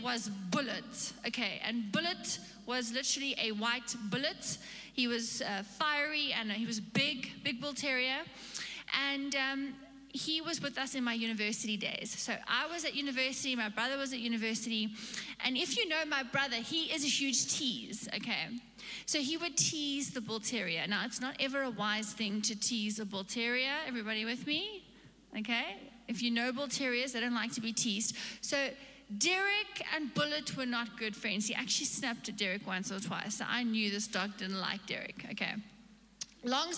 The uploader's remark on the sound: Recorded live on Sunday the 1st May 2022.